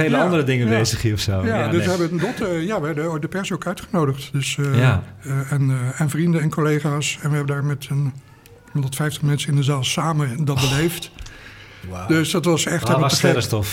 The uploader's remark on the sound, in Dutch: Deze live uitzending is opgenomen in het Allard Pierson te Amsterdam voor AmsterdamFM.